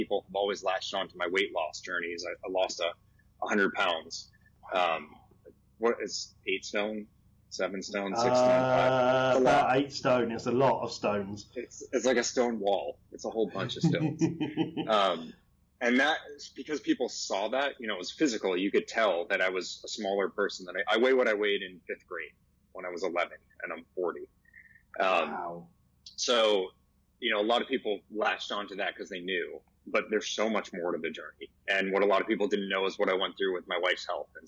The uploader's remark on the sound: the audio quality is not super top-notch